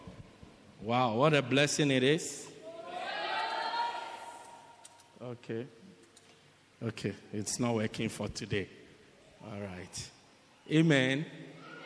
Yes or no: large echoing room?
yes